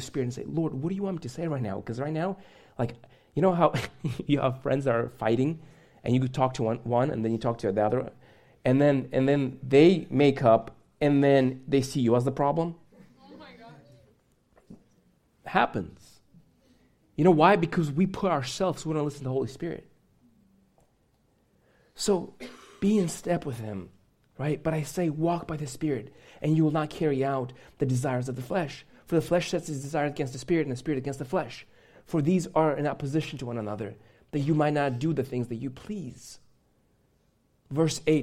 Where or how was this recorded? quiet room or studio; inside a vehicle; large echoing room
large echoing room